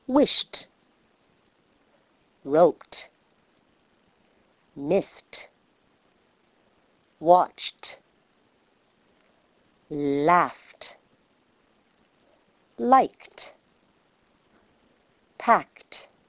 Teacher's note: These are voiceless words, words that end with a voiceless sound, and in the past tense, the ending is pronounced as t.